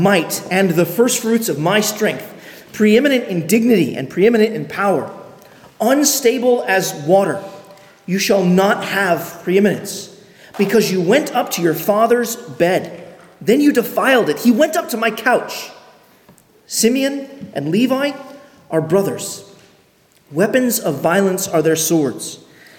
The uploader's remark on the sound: on October 8, 2023 at Arlington Baptist Church in Arlington, Virginia.